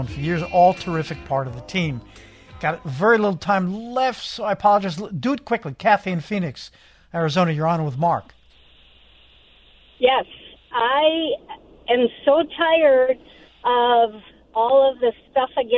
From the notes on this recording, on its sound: We open the phone lines to hear from you!